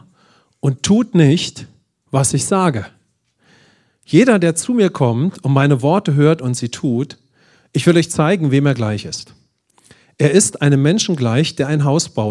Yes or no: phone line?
no